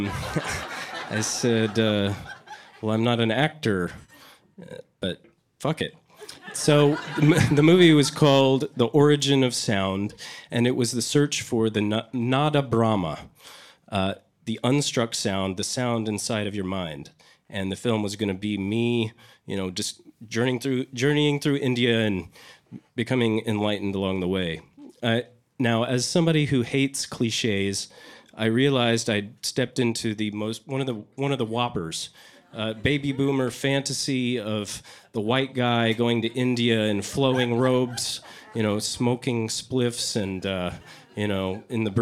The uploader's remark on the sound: The second installment of the Worth Repeating live event features the last of the stories with the theme, Elevated.